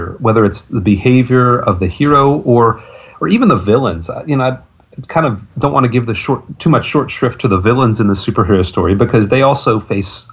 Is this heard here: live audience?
no